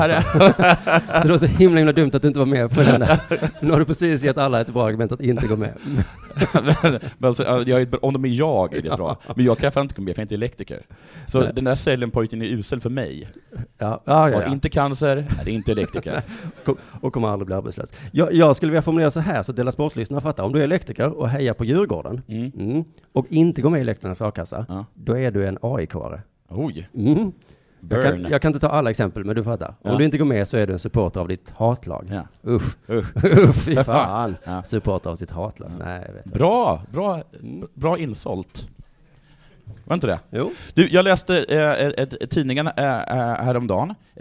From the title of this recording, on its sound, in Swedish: Live inför publik